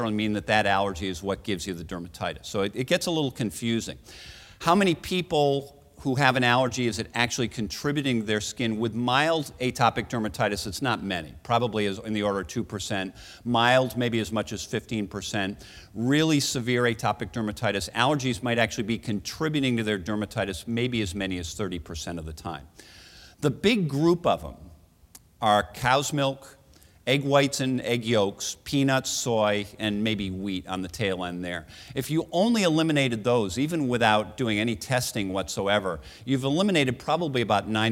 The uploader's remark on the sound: Recorded at the 2013 Summer SDPA Conference in St.